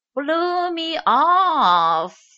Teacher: 他采用的是长元音 off，而且大家在仔细的听的时候可以听得出这位美国人非常的强调这一个词 blew meoff